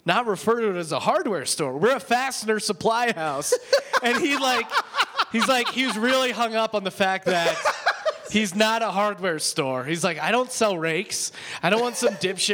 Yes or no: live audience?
yes